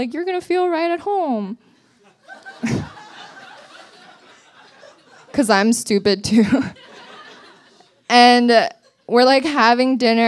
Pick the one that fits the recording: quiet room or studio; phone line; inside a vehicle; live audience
live audience